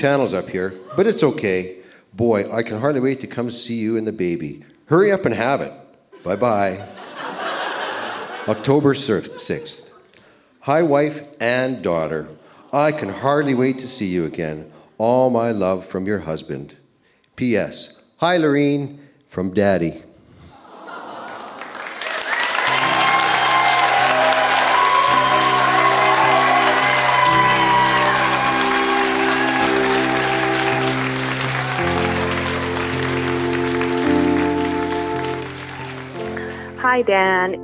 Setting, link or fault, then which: setting, live audience